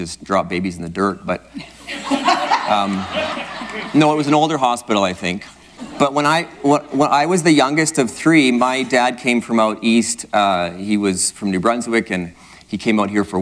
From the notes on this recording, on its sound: Live at Victory Church Grande Prairie.